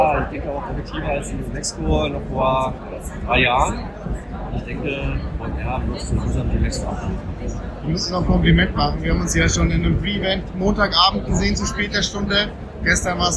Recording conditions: background noise